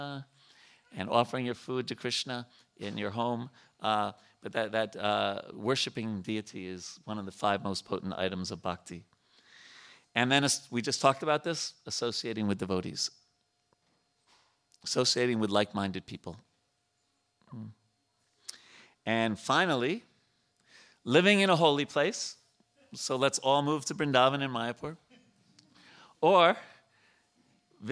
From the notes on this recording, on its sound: at the ISKCON temple in Potomac, Maryland.